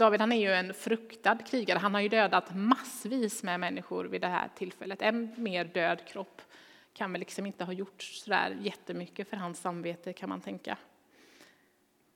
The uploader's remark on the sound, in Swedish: Inspelning från Immanuelskyrkan Skövde.